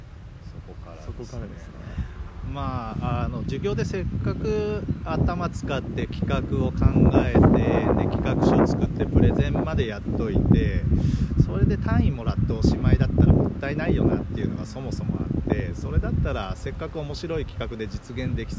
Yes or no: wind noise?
yes